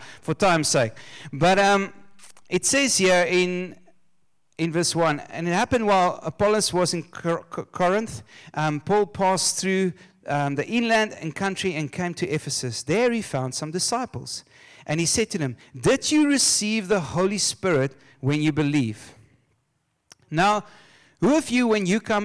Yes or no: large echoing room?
yes